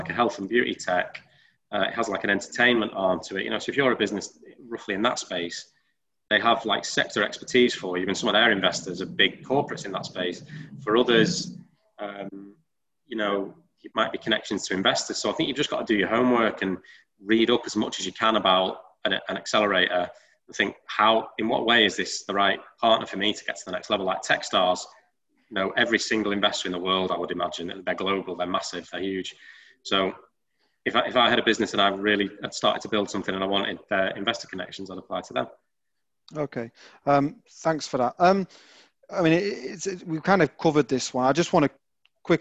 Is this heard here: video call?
yes